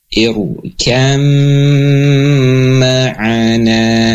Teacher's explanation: Dan huruf ba-nya hilang, masuk ke dalam huruf yang kedua, ke dalam huruf mim. · Term: idgham mutajanisain